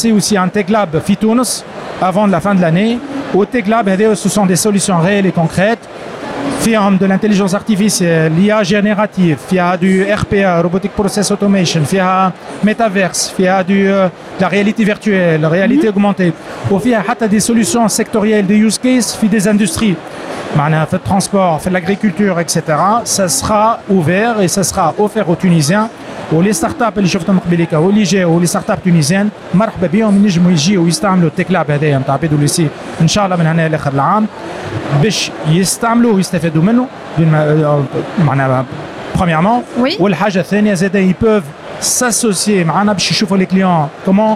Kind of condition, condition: setting, busy venue